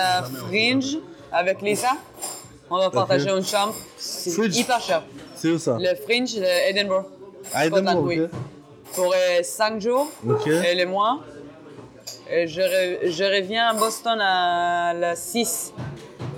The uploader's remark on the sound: All my episodes in Paris were recorded in the Paname. We've had some special guests who stopped to say hello.